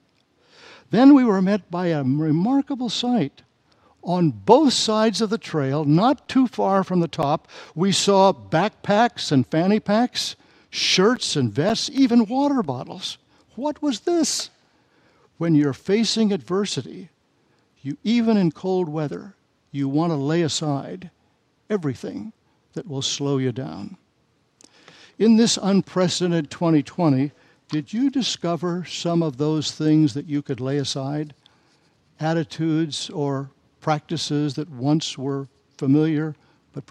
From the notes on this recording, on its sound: Message and Charge delivered during the Combined Worship service